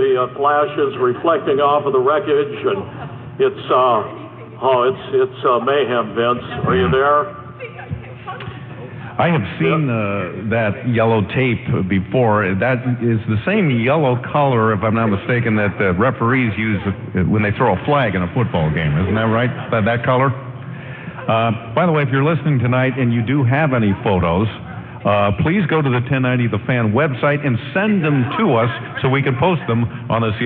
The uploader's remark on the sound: Originally broadcast live on AM 1090 The Fan from Town Hall Seattle